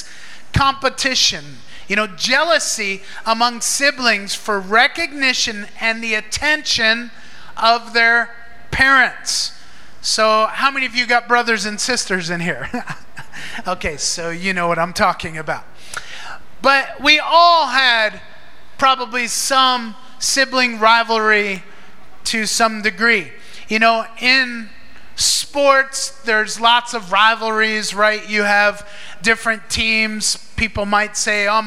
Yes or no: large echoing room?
yes